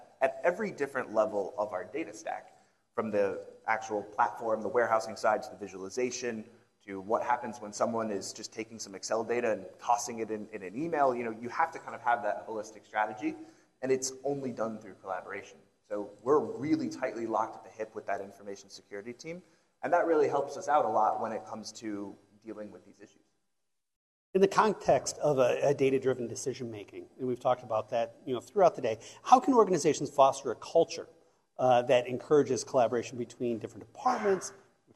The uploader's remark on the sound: joined on stage for a fireside discussion